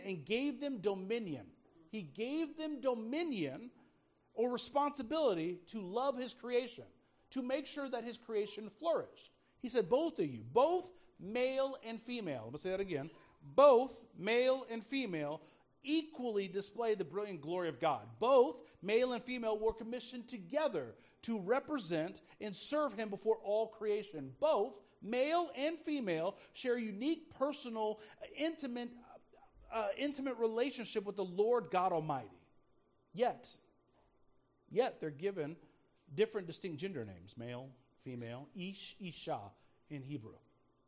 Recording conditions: large echoing room